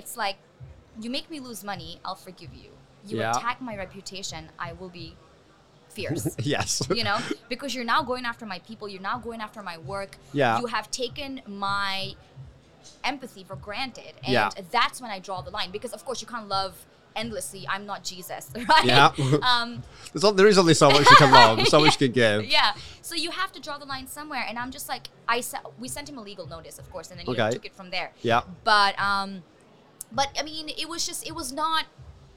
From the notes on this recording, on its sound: Live from MEES. These episodes were recorded at the hugely successful Middle East Event Show.